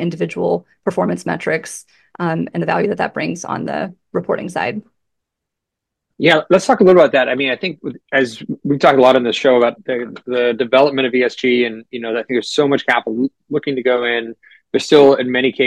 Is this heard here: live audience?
no